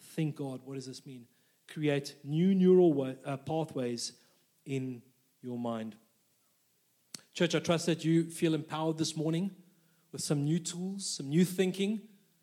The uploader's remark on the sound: This message was recorded live at our Malmö Gathering on Sunday, September 3rd, 2023.